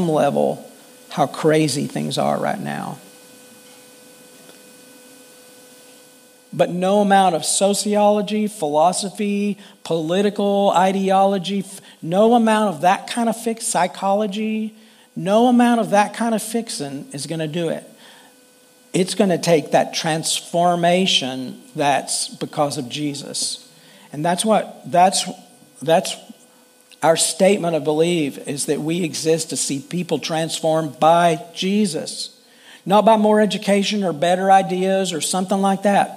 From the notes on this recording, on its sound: Full Sunday Service.